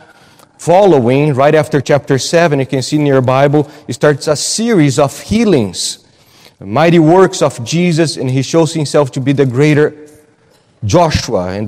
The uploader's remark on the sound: at Gracious Cross Reformed Church Salem